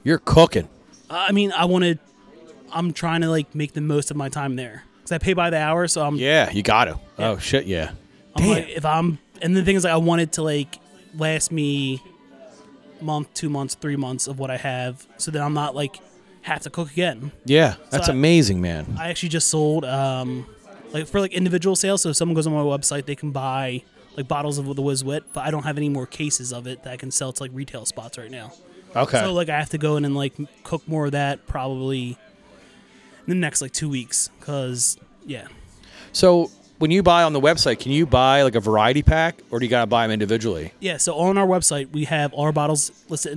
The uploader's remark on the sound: I was on location at Johnny's Pizza in Bryn Mawr